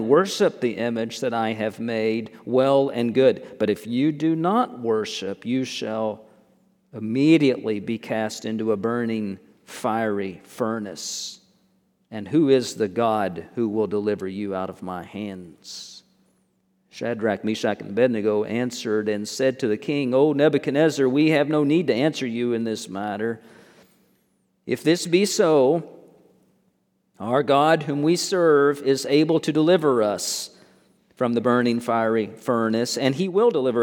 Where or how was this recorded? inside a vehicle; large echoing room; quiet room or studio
large echoing room